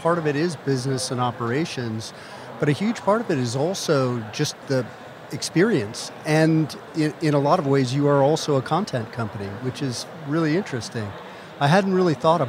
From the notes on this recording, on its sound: At the Collision Conference in June 2022. At the Collision Conference in June 2022.